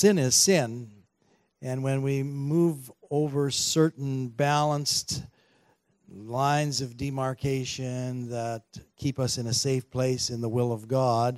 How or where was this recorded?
large echoing room